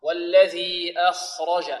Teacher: والخاء مفخمة، وكذلك الراء مفخمة والجيم مرققة.